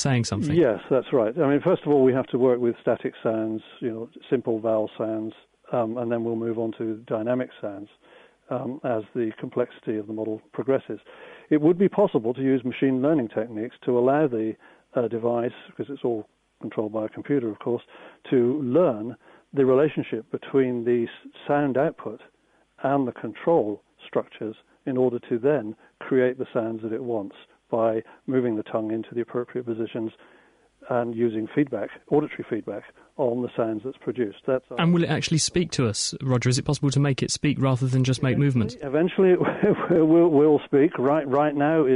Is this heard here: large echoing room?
no